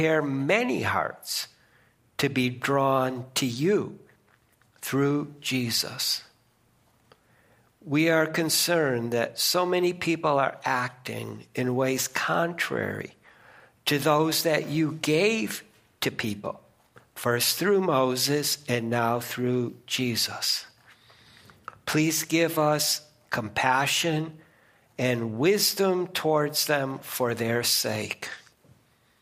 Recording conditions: large echoing room